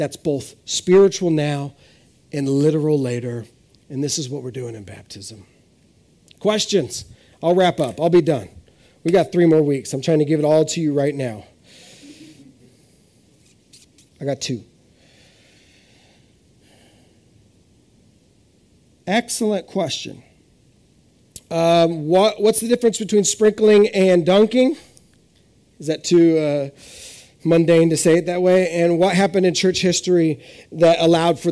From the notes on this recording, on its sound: This is audio ripped from the Live Service video.